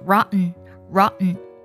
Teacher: 在美式的发音当中，经常呢将字母 t 呢进行鼻音爆破